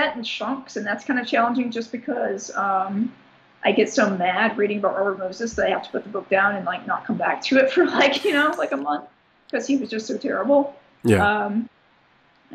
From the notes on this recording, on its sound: fires up Skype and calls sunny New York